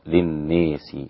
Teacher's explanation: ومنافع للناس، أمال الناس، الدوري عن أبي عمرو